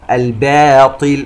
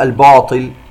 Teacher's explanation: يجب أن ننتبه إلى لفظ الباء المرققة من ثم الطاء المفخمة · Shown in: first take